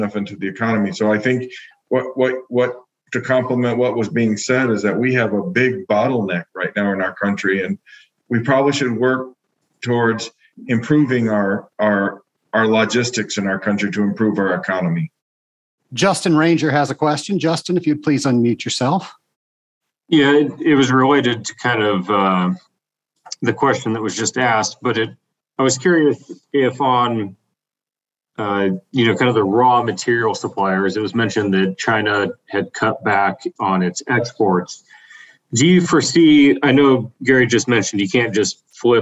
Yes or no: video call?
yes